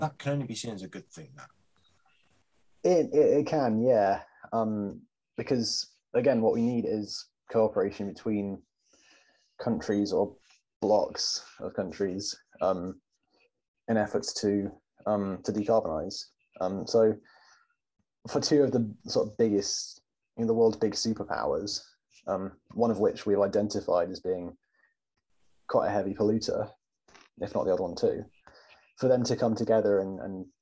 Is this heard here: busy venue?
no